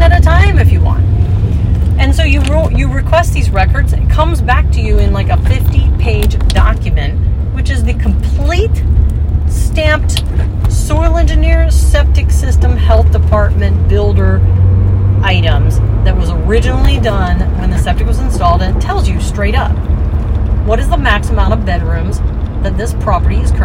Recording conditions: inside a vehicle